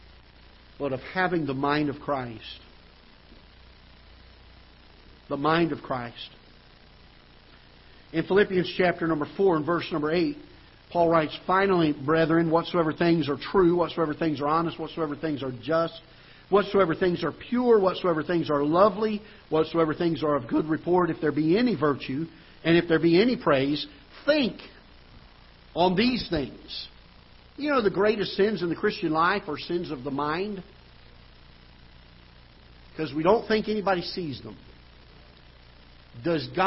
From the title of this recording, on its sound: Ketha Heights Baptist Church ~ Live Broadcast